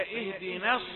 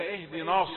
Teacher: اهدنا، نبهنا إلى أن النون، لأن النون يعني رقيقة تبعتها الألف رقيقة، حتى وإن وصلت وجاورت الصاد فهي اهدي نص وليس اهدي نص. لا تتحول النون من مرققة إلى مفخمة من أجل الصاد · Shown in: first take · لا، هذا حرف مرقق، لم نرى نونا مفخمة في القرآن كله.